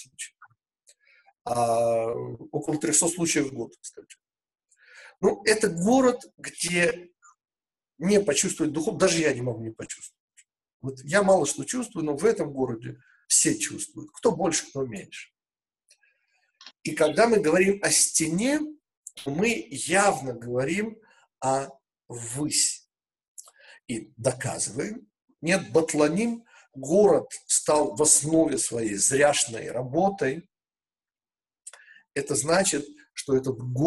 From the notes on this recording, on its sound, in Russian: Запись вебинара